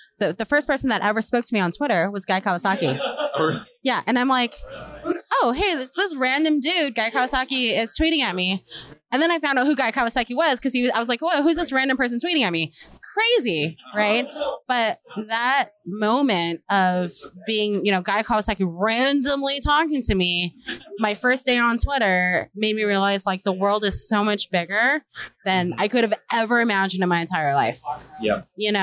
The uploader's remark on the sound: React Round Up at RxJS Live. Continues interviewing speakers at RxJS Live.